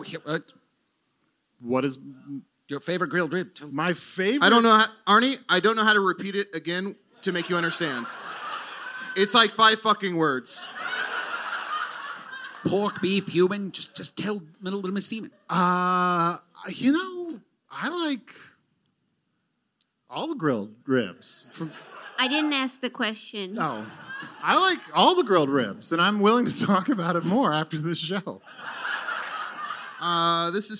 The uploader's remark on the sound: Recorded live at the Bell House in Brooklyn.